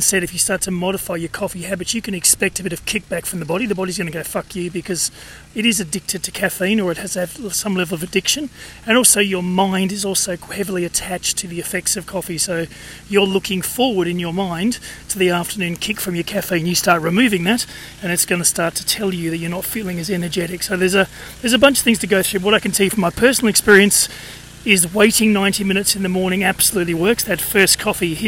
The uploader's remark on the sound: Dad bod walking is a series of short podcasts recorded during daily walks